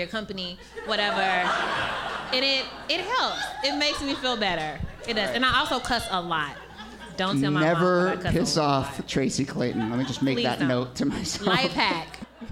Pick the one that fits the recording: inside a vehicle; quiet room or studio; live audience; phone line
live audience